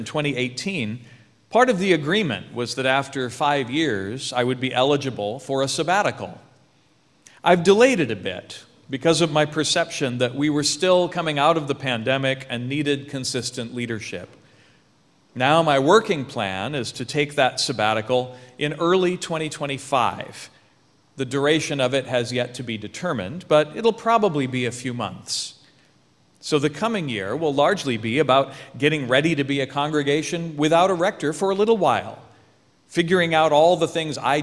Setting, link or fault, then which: setting, large echoing room